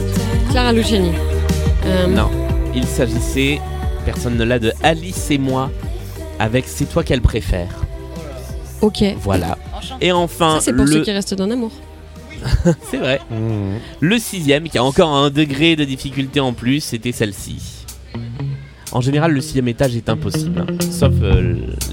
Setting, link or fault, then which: setting, busy venue